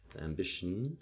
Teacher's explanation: we go straight from a sh into a nasal consonant